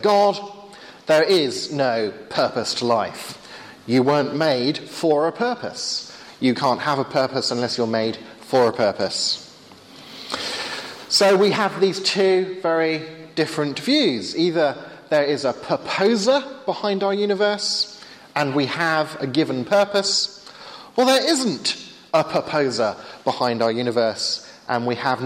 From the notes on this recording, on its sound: Sunday afternoon talk with Q&A at Hesketh Bank Christian Centre.